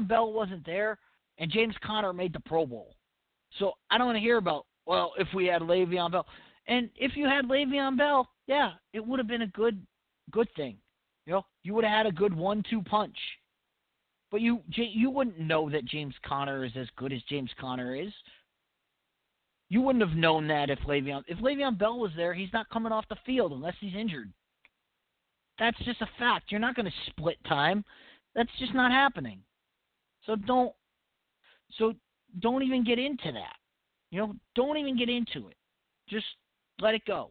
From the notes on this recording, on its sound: your phone calls